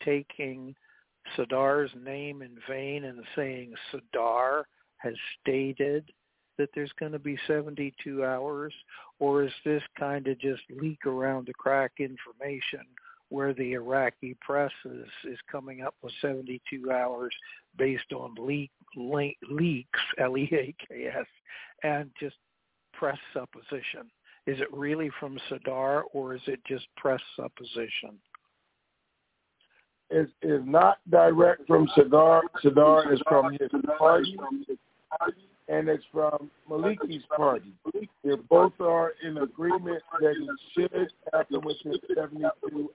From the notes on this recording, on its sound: TNTSuperfantastic Conference Call.